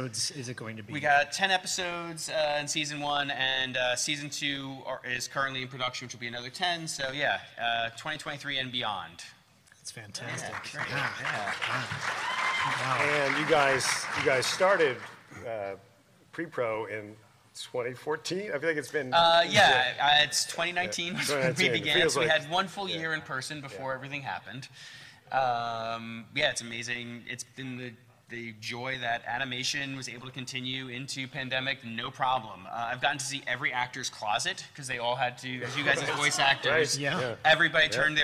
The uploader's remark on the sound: live from Los Angeles Comic Con!